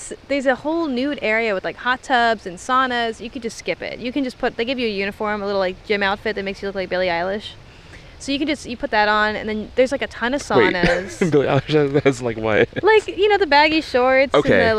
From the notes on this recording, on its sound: All while being in the great outdoors (right by a man-made lake in between some office buildings lol).